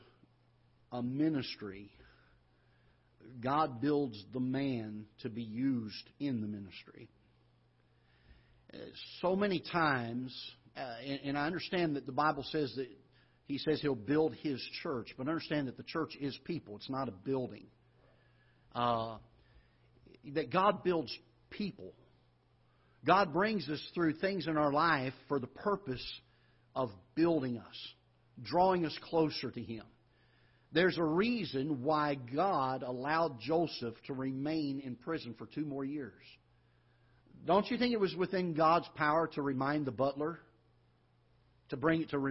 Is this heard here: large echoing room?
yes